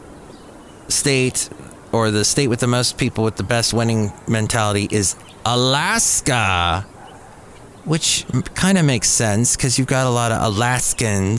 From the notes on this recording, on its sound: podcasts live from Café Anyway